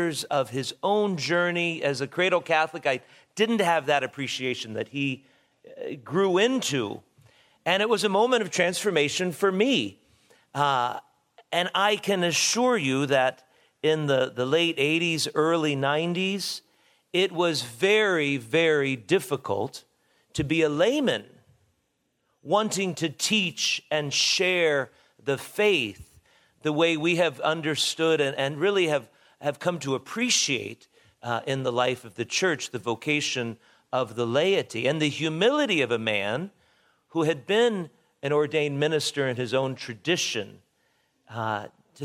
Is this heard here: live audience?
yes